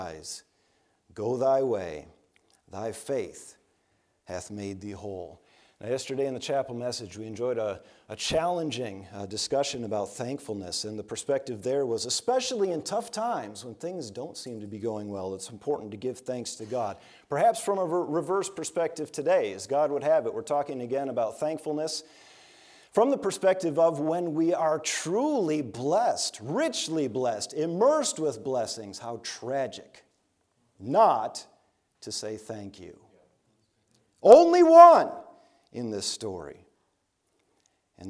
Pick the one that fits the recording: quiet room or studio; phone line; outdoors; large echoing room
large echoing room